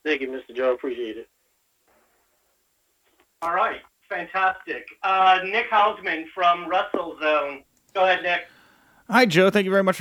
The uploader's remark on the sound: ROH Best In The World Media Call